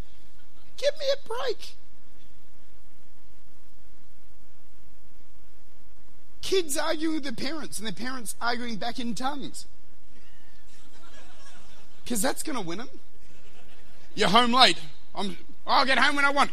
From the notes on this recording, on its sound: Recorded at Lifepoint Church, Adelaide.